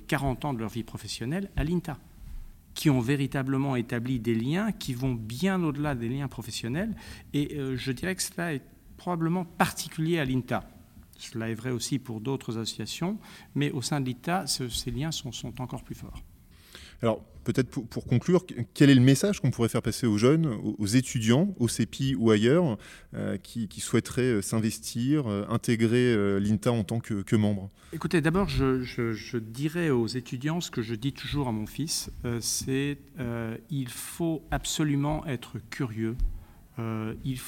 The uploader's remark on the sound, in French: À l’occasion du Congrès annuel de l’INTA à Washington